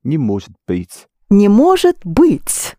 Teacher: Will you please accent the быть part?